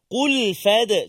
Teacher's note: Qalqalah di tengah kalimah. Lantunan yang rendah saja, sughra saja.